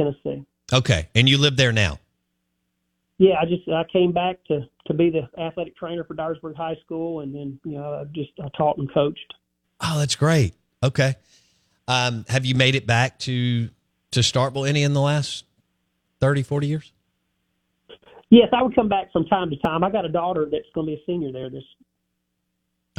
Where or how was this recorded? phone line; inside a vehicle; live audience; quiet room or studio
phone line